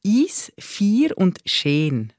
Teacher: Ö und Ü wird ungerundet E und I, das sind so breite Vokale, oder? dem sagt man Entrundung.